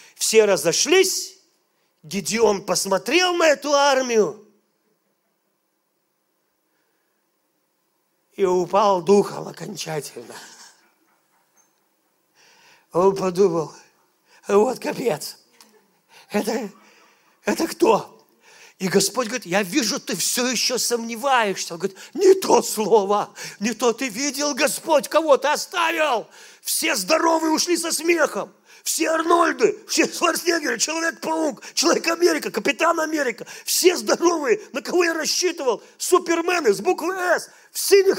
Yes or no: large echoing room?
yes